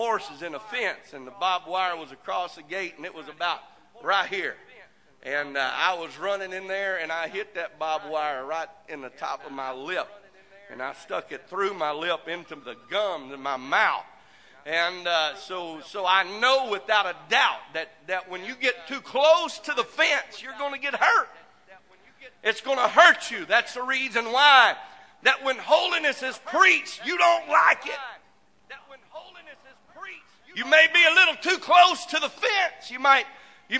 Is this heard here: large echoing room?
yes